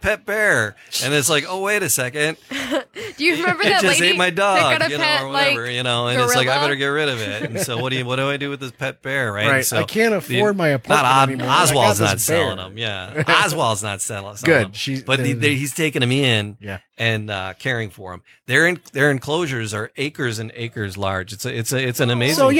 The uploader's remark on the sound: Live from MusicTown Detroit